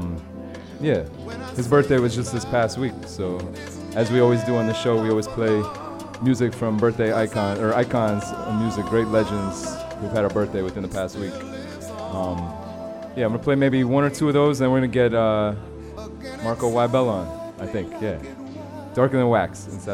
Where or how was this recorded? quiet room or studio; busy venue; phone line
busy venue